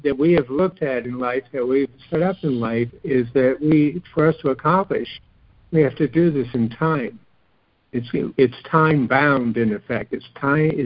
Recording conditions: phone line